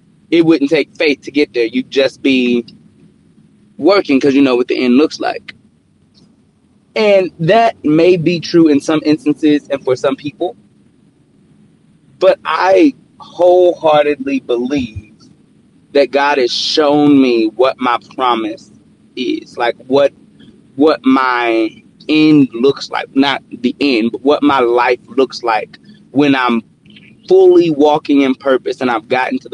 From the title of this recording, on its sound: Car Edition